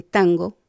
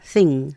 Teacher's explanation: como si se intentara pronunciar una N y una G al mismo tiempo. Entonces es un sonido más que nada nasal. · Term: la N con la G